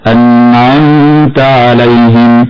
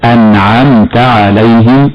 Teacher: ومن الخطأ أن نثبت الغنة هنا بمقدار حركتين، سواء في النون أو في الميم · Shown in: second take · فالبعض يقرأ خطأ هكذا: أنعمت عليهم، والصواب أنعمت عليهم من غير غنة.